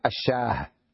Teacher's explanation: طبعا الشاة نقف عليها بالهاء